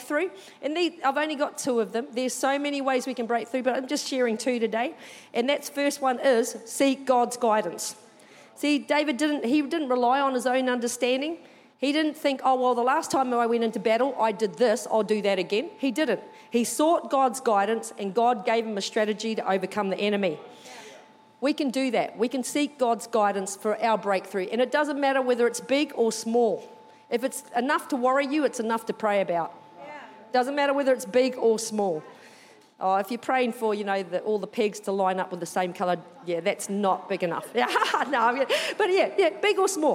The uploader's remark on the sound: Recorded during our 9am service on Sunday, the 18th of June 2023